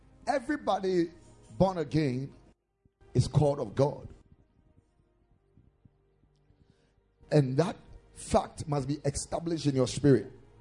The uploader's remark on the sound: Preached at the Ekklesia Chapel